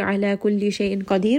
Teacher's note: Qaf is heavy, and then ra here is going to be light.